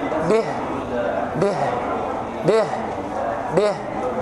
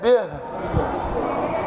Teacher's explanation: شوف الهاء، الهاء فيها همس · Shown in: first take